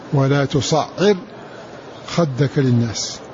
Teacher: وقرأ غيرهم بالقصر بلا مد والتشديد في العين